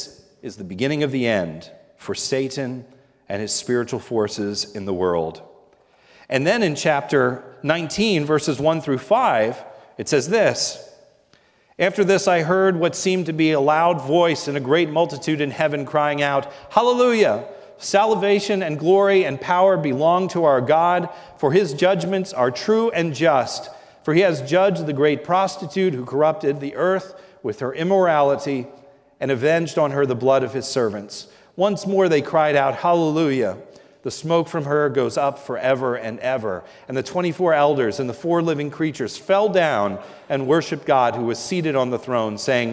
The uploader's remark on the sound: This is a sermon recorded at the Lebanon Bible Fellowship Church in Lebanon, PA during the morning service. Was preached on Communion Sunday.